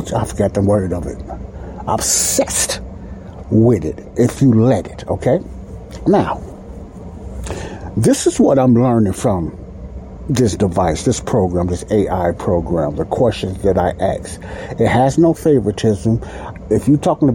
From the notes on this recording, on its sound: the Sound in this podcast may sound a little muzzled like some of my others I apologize for that but the area I was recording has a loud heater sound in it